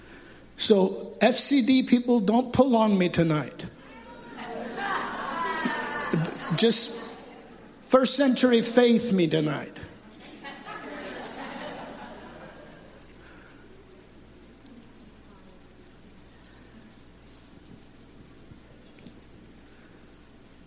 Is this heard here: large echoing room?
yes